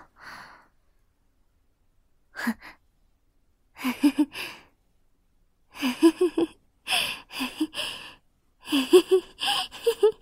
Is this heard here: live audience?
no